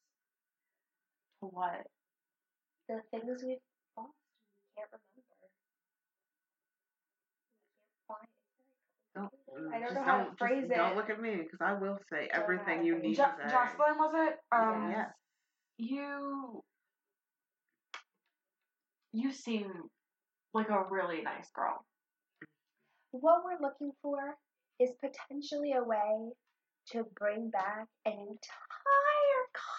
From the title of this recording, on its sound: The Shitty Audio Episode